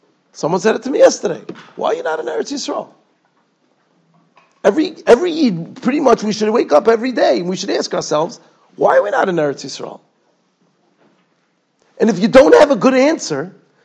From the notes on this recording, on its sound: Shiur recorded in Yeshivas Ohr Reuven, Monsey, NY.